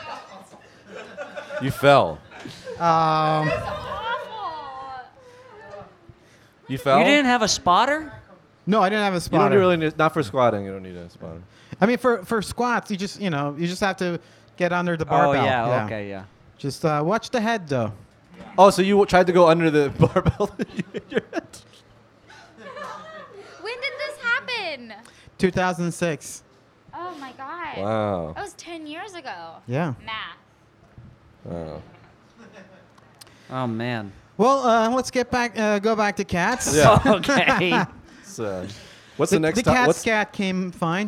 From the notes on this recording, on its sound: This episode of Cat Talk was recorded live in New York City at the Experimental Comedy Gallery in Brooklyn.